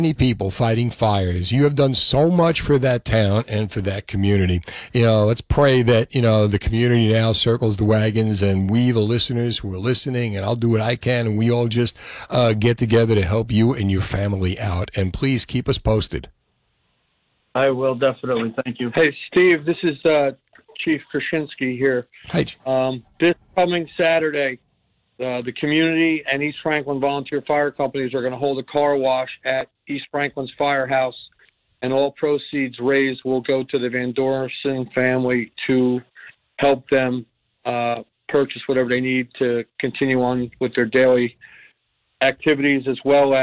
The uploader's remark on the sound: Called into the show on Tuesday night, September 21. New Jersey 101.5.